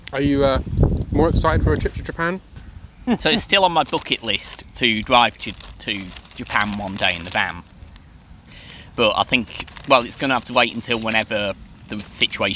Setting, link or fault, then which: setting, outdoors